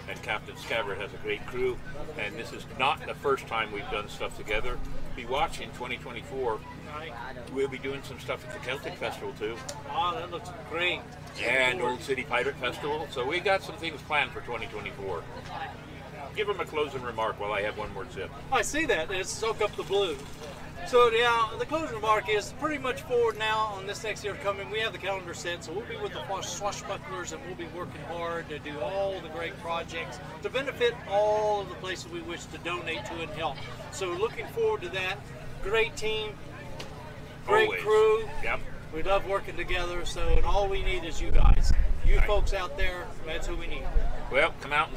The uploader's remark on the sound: Live on Location at Dicks Wings 2023!